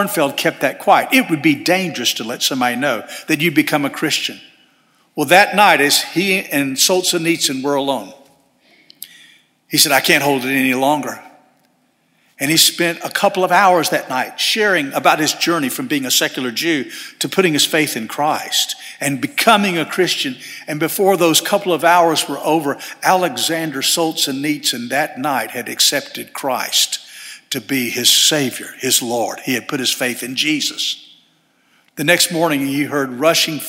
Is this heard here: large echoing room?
yes